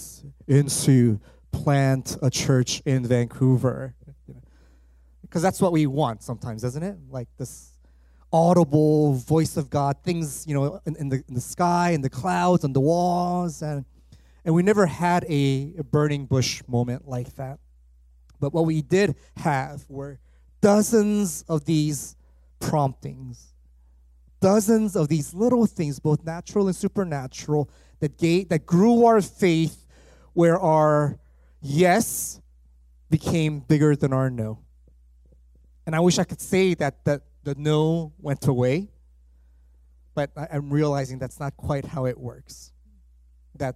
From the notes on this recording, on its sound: At THRIVE Church Vancouver, Canada.